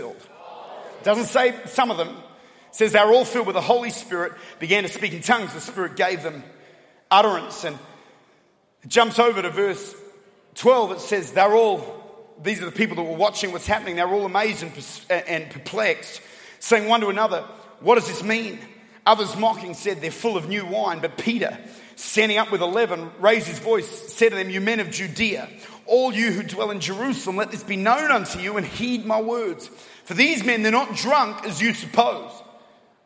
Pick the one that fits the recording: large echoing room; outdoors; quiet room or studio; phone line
large echoing room